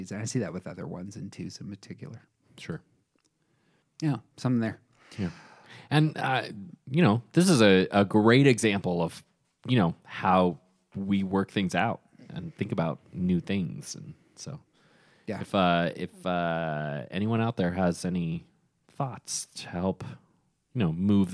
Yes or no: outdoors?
no